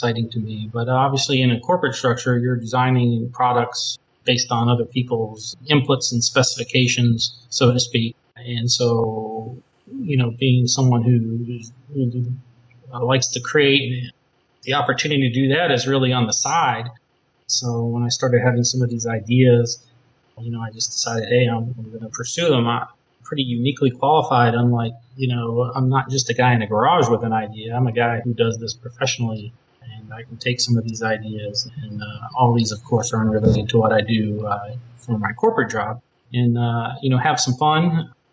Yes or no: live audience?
no